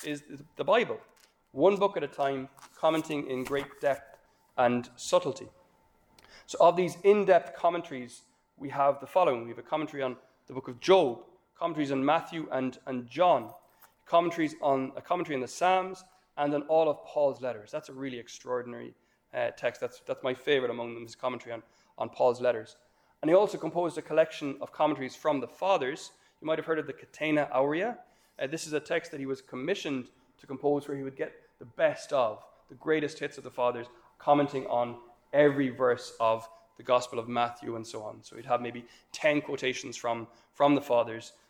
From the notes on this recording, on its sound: This lecture was given on June 16th, 2023, at Glencomeragh House, Ireland.